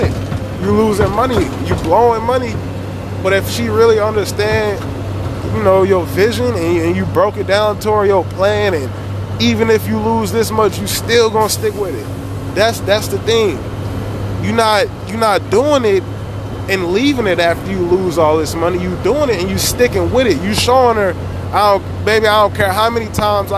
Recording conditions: inside a vehicle